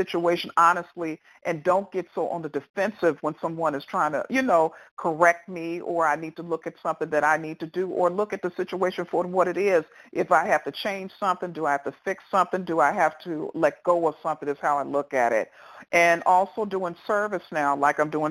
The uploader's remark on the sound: qualification from the 100 Pounders Phone Meeting, date unknown